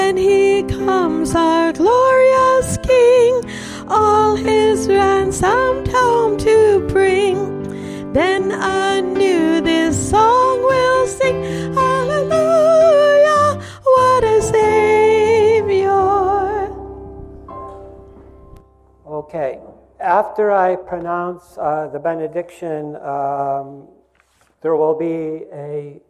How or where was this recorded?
large echoing room